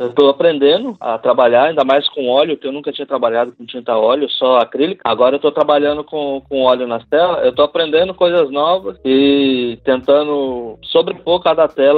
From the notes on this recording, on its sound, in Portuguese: Headset Microsoft LX-3000. Audacity. Skype via telefone.